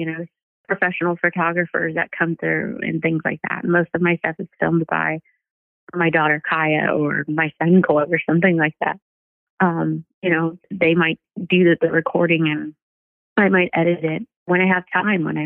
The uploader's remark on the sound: joined on the phone with guest